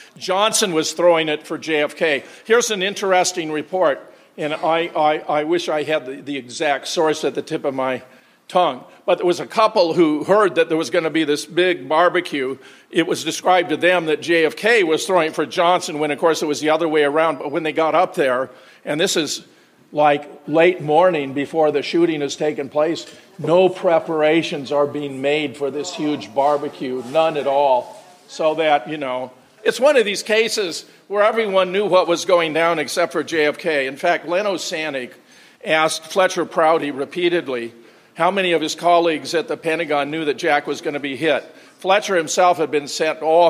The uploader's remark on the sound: keynote presentation at the JFK 50th Commemoration hosted by the Oswald Innocence Project